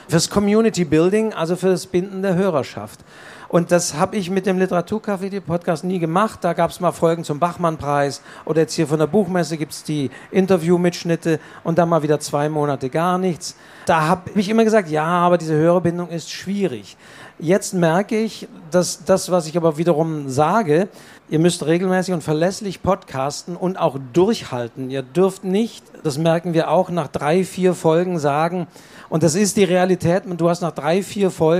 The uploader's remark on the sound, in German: Live: Leipziger Buchmesse 2023. Live-Mitschnitt!